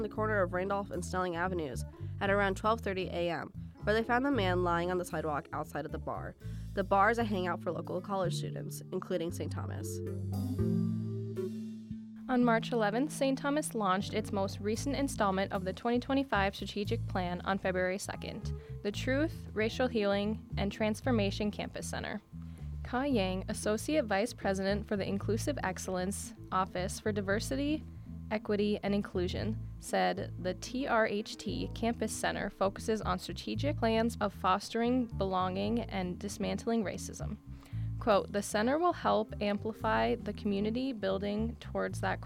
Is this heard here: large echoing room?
no